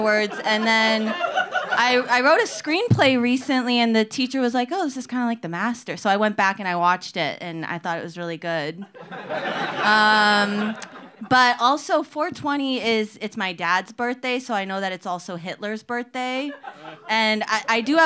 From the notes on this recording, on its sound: Live from the Dynasty Typewriter in Los Angeles